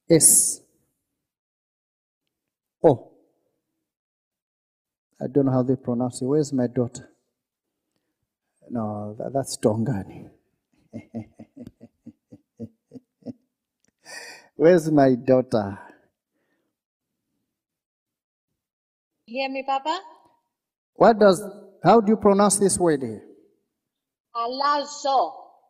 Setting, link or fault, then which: setting, live audience